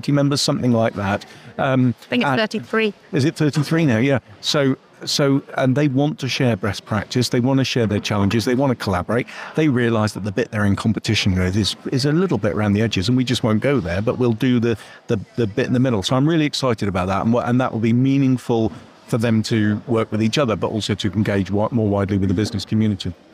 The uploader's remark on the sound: Live from Devon Business Show 2023. Produced by Fresh Air Studio, Plymouth.